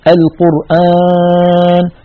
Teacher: فيضغط على أنفه فيخرج صوت خليط من ألف ومن غنة. هذا علينا أن نجتنبه لأن فيه زيادة صوت في كتاب الله ليس منه، انتبهوا إلى هذا.